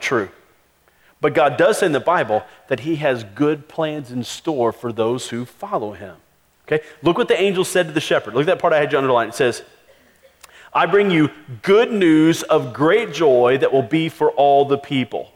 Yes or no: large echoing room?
yes